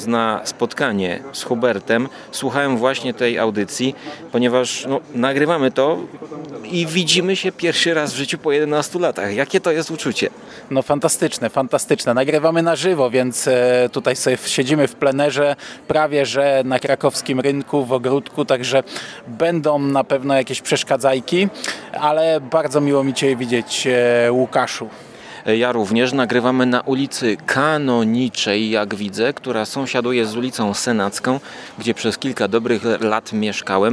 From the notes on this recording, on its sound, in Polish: W wyjątkowym nagraniu, na żywo, na gorąco, prosto z ogródka, gdzieś pomiędzy krakowskim rynkiem a Wawelem.